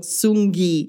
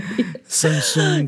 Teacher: So you are pronouncing the N-G sound, the Sung Gi. But it sounds deeper than Sung. Sung is sort of like a short, like, but it sounds like you're going Sungi.